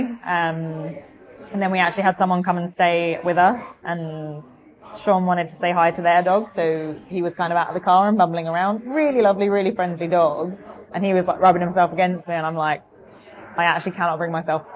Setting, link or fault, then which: setting, busy venue